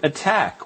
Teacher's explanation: The T's sit between two A's, but we still get that T sound because the T's immediately precede a stressed vowel